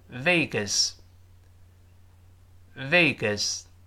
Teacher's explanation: G A S 里面没有字母 R，所以不要勾舌头，就发啊